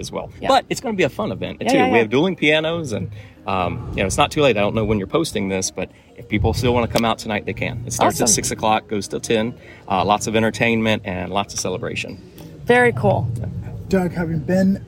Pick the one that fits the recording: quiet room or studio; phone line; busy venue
busy venue